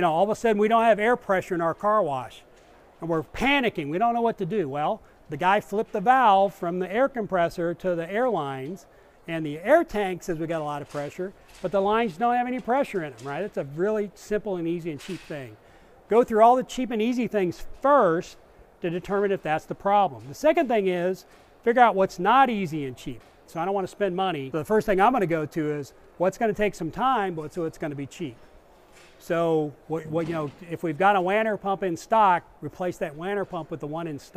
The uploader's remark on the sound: Discussion at the 2019 Southwest car wash show in Arlington Tx.